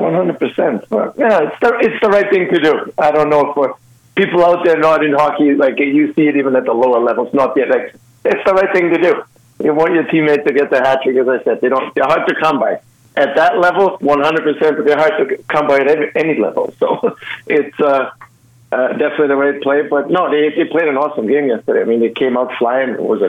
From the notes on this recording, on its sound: Our resident Sports Talk Caller Experts fill the phone lines today. We have our expert hockey caller.